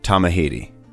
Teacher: Correct pronunciation requires the R sound to be rolled, which is not the common vernacular, although this is improving over time.